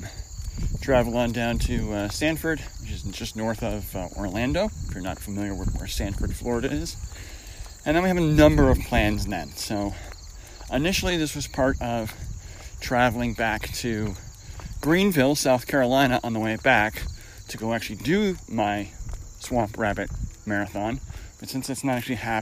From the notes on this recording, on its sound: I decided to record while on a pseudo-run walk with my dog Reagan.